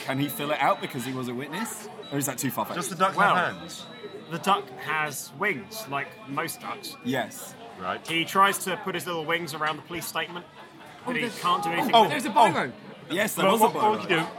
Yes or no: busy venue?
yes